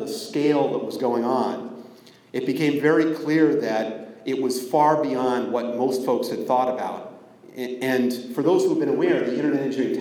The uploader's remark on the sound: Way back in June 2014 I spoke at the SIP Network Operators Conference (SIPNOC). I lost track of the audio recording but recently found it and thought I would share it.